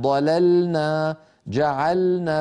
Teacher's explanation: يجب على القارئ أن يحرص على بيان سكون اللام إن جاورت نونا في نحو جعلنا ضللنا، وذلك خوفا من أن يسبق اللسان إلى إدغام اللام في النون فتنطق خطأ جعلنا.